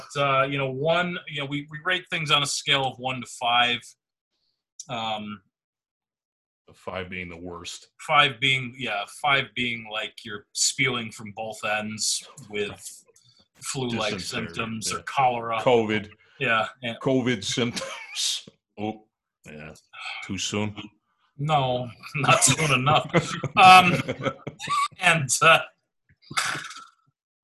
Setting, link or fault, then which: link, video call